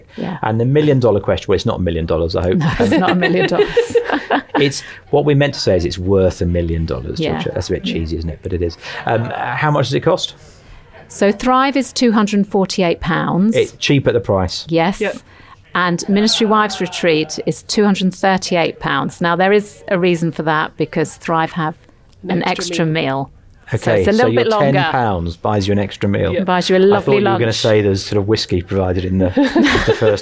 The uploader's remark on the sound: This episode was recorded on location at The Hub conference.